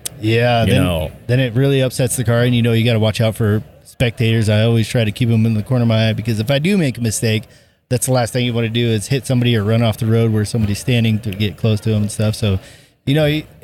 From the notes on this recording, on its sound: LIVE from the Pikes Peak Hillclimb. Live from the streets of the Hillclimb Fanfest!